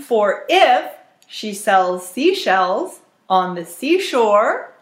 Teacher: I like how you really stressed if. That's part of rhythm and intonation.